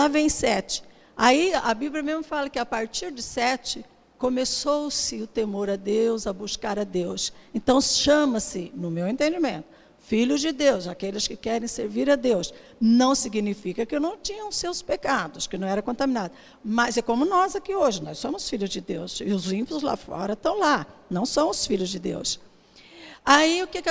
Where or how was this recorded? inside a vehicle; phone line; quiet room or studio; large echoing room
large echoing room